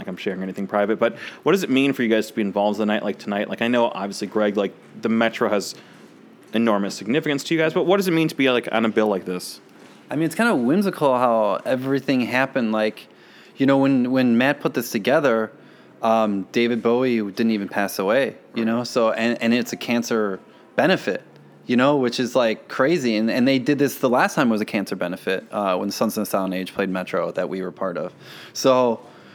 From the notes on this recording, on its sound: In an interview recorded backstage at Metro